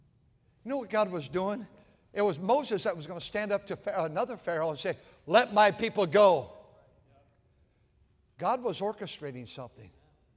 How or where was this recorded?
large echoing room